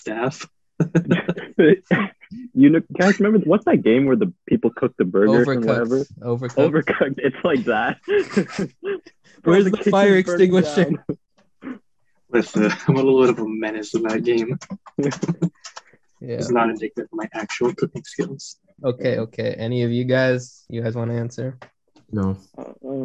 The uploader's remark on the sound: on Zoom for this session